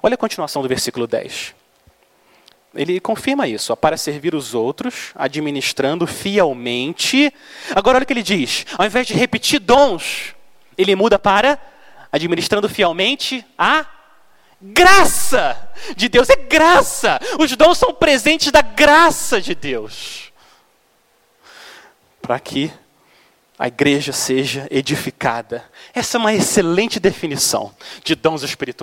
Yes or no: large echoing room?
yes